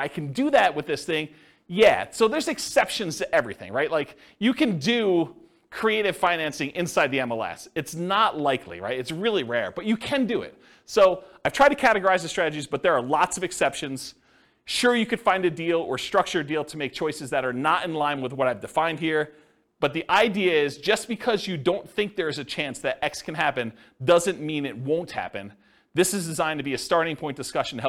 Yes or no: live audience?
yes